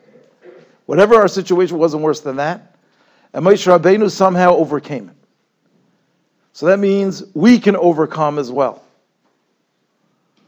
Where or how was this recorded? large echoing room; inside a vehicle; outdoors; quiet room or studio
large echoing room